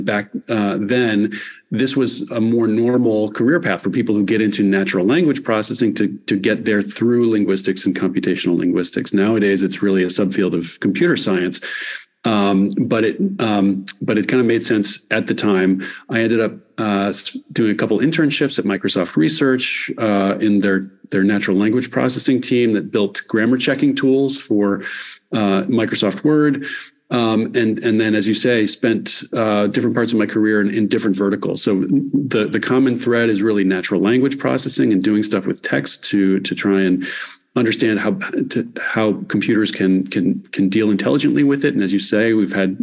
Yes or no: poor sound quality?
no